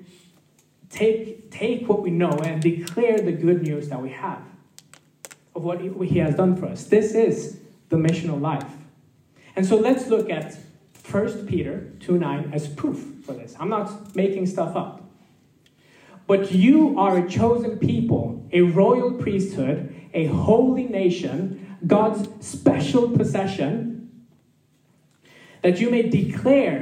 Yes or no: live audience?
yes